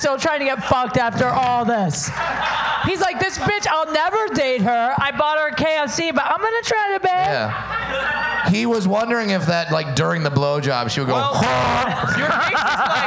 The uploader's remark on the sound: DateFails LIVE at Saint Rocke.